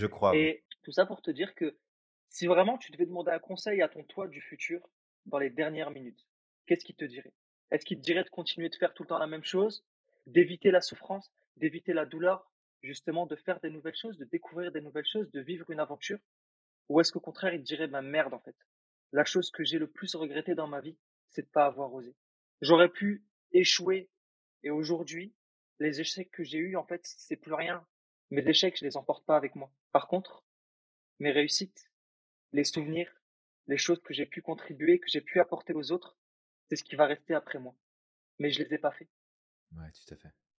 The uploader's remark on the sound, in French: On enregistre avec nos superbes nouveaux micros. La qualité audio n'est pas aux RDV certes.